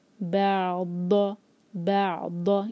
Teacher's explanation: ضاد جو ہے اس کو ہیوی پڑھنا ہے زبان کے سائڈ سے